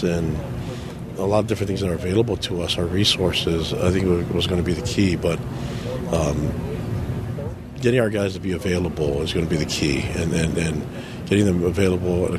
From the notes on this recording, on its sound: At Big 12 Media Day. At AT&T Stadium.